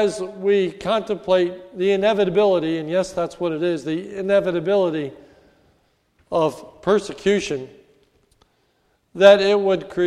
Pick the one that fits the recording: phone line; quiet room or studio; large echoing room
large echoing room